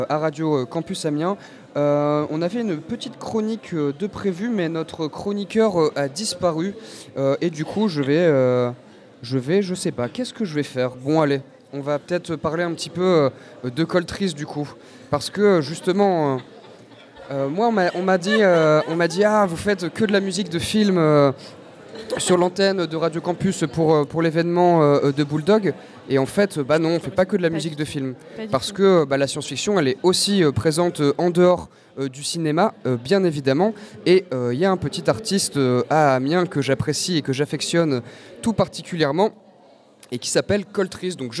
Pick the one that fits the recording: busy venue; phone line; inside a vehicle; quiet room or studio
busy venue